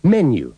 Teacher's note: la palabra menú lleva el acento en la primera sílaba y no en la segunda